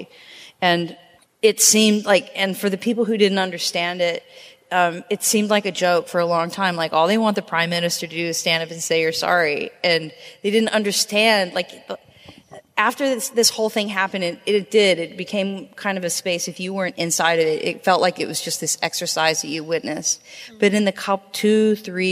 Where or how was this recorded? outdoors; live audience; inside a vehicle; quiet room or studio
live audience